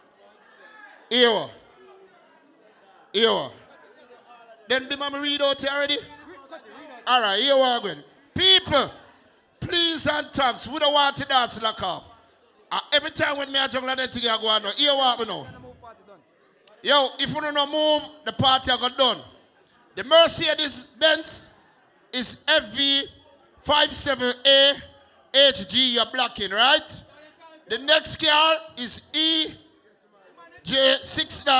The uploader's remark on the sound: LIVE AT GOVERNMENT BIMMA PARTY 26TH DEC 2021